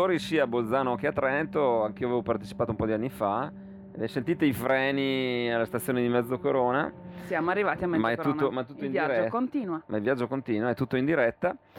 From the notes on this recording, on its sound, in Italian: Io, te e l'ÖBB è Il primo podcast di attualità registrato in treno, sul convoglio mattutino fra Trento e Innsbruck. In una cabina del treno dell'Euregio, frequentato ogni mattina da molti pendolari.